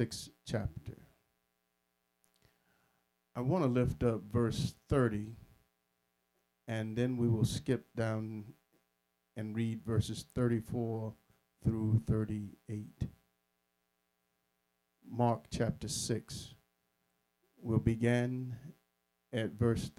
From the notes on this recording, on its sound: Sermon preached from Wesley AME Zion Church